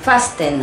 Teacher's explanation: La T es muda. No se pronuncia. Fasten. Fasten viene de fast, que significa firmemente.